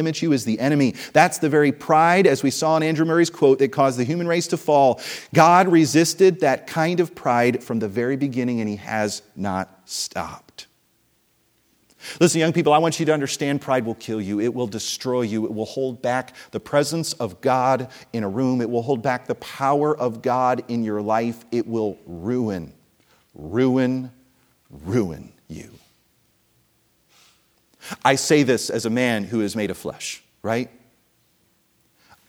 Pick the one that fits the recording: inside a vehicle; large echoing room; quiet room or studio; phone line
large echoing room